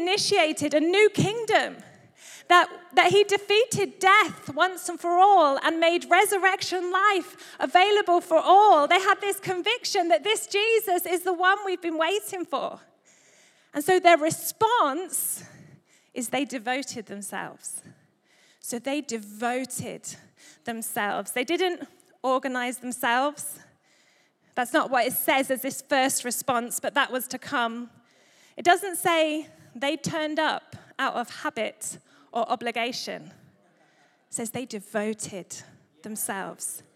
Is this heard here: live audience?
yes